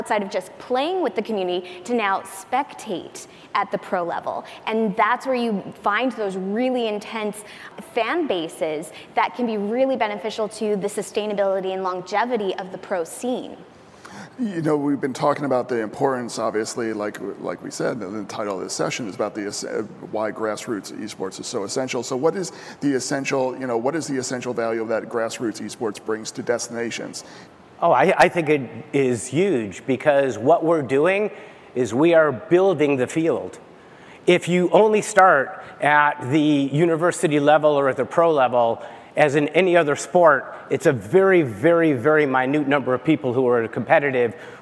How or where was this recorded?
live audience